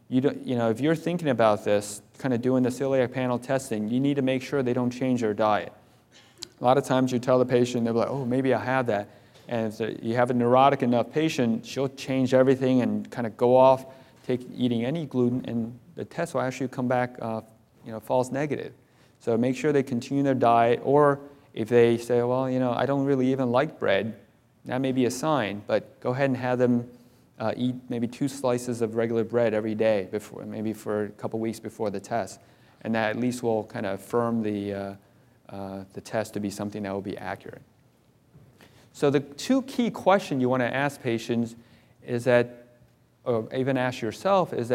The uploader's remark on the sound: This was recorded at the 2011 Summer Conference in Washington DC.